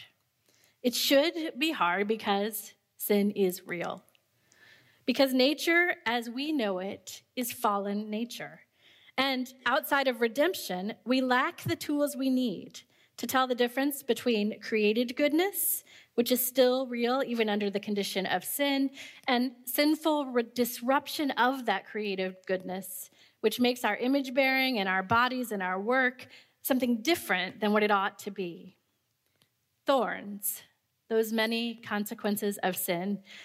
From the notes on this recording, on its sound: This conference lecture was given at the CPT's 2016 theology conference on human sexuality, Beauty, Order, and Mystery: A Christian Vision of Sexuality.